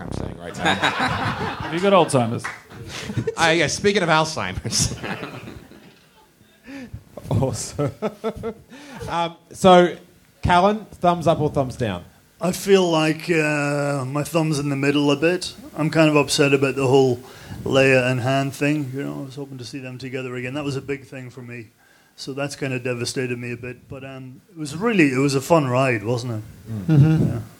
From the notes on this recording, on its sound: Live from Australia. Do a live podcast at Seamus O'Tooles Irish Pub in front of 250 people in Melbourne Australia!